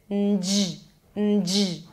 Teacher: You bring the tongue up for the N and then you close it with a J. · Term: nj sound